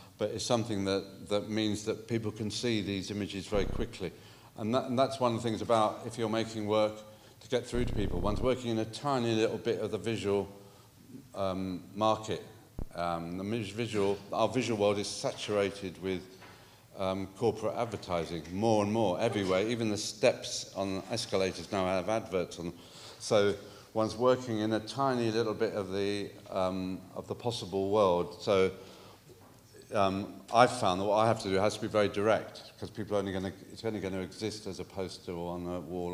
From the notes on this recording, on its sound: Hosted by Media Space at the Science Museum and organised in collaboration with the University of Westminster, this recording of the Fiction and Photography Symposium.